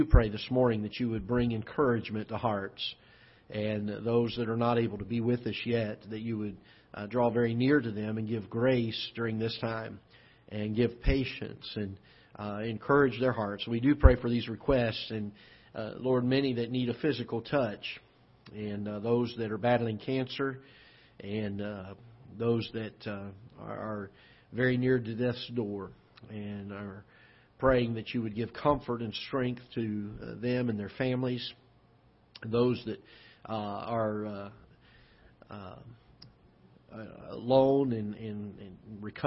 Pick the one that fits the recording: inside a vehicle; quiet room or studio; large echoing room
large echoing room